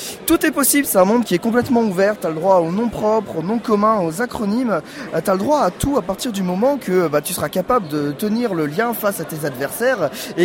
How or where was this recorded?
busy venue